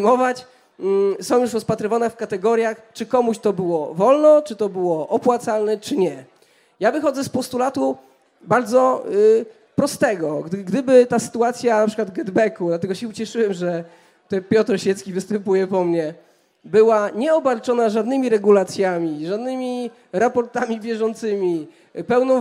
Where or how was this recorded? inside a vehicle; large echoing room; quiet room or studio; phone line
large echoing room